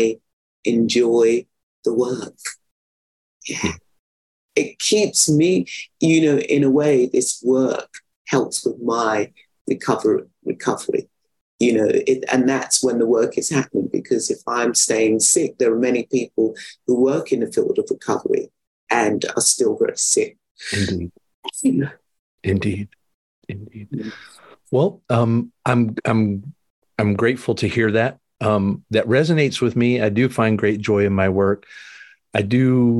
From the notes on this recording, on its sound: Recorded 7.2.2023 in Raleigh, NC and Gibson, BC on Zoom